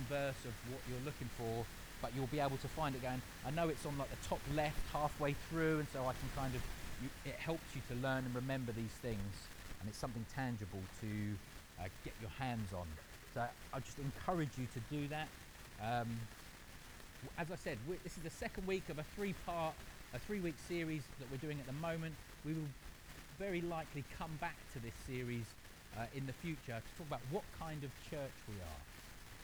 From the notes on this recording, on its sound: We apologise for the poor audio quality of this recording. This was due to technical issues.